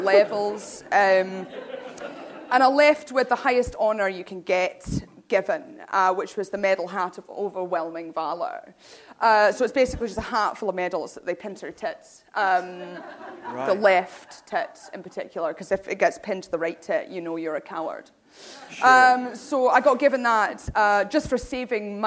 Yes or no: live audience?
yes